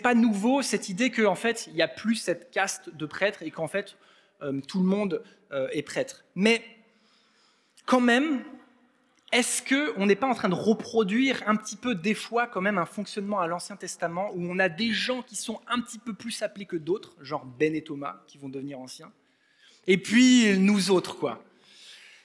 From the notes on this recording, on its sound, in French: Enregistré à l'église CVV